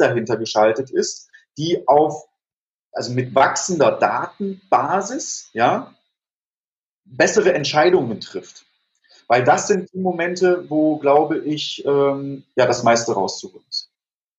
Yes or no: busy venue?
no